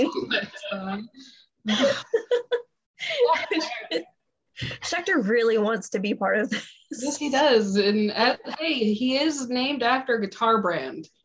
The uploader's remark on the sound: Recorded this using Zoom, so audio may not be of the best quality, but they assure you it was the best option they could find for free.